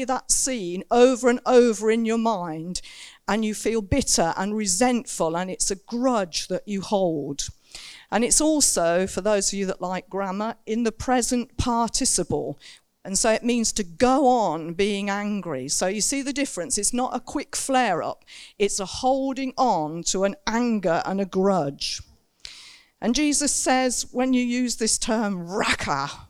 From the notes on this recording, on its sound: Recorded Live In Saxon Hall, Raunds. (limited amount of people as in lockdown).